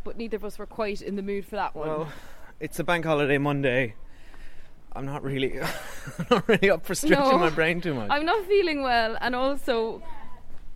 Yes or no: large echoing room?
no